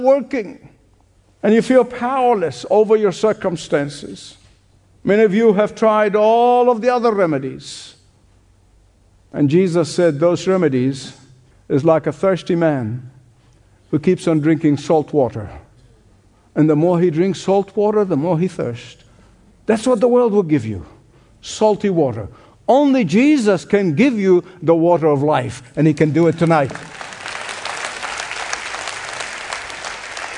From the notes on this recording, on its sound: Radio Special: Hope Ireland: Dublin. Originally broadcast LIVE from The Convention Centre in Dublin, Ireland. This Evangelistic Celebration features Gospel worship with special musical guests.